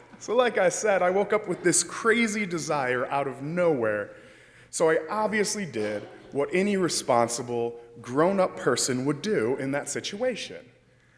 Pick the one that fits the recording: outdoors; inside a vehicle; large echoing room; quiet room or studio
large echoing room